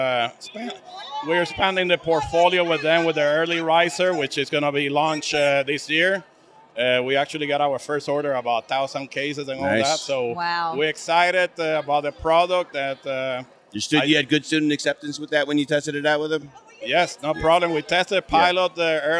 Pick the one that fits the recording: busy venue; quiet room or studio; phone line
busy venue